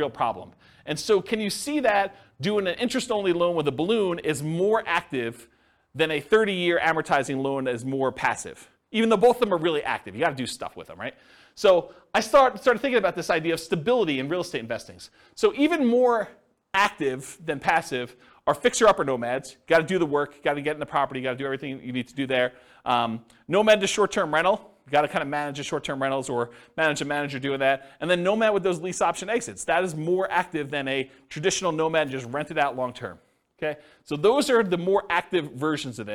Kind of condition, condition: setting, live audience